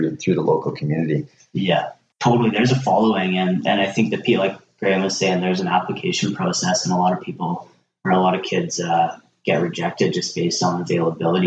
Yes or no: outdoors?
no